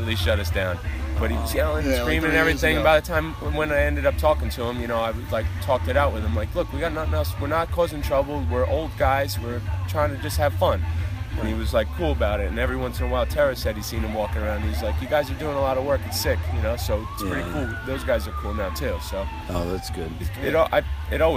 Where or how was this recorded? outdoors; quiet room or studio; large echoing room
outdoors